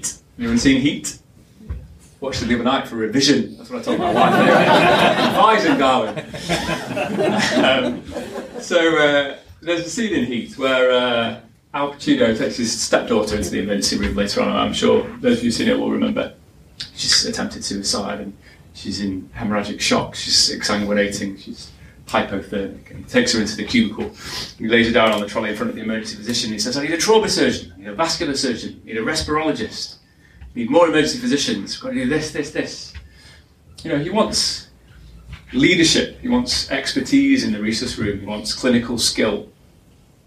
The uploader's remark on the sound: Our latest podcast from the #stemlynsLIVE conference last year.